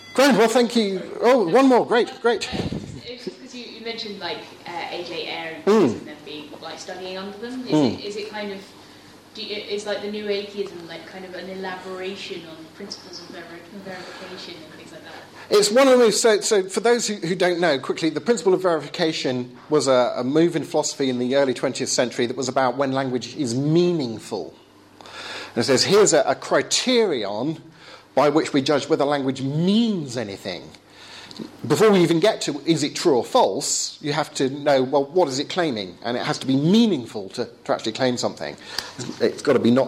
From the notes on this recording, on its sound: Talk with Q&A at Essex University.